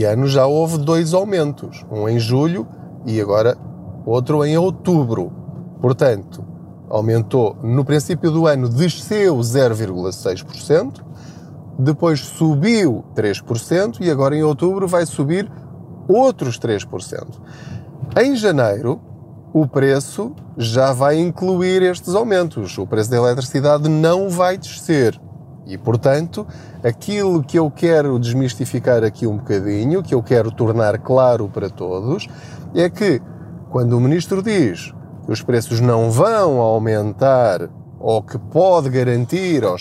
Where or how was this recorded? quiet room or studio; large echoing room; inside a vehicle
inside a vehicle